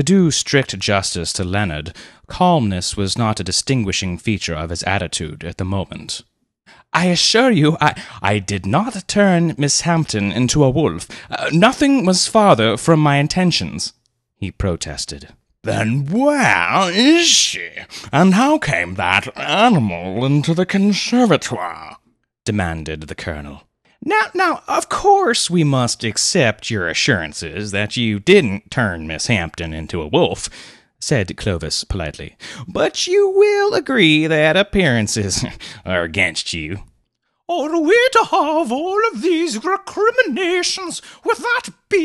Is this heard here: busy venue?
no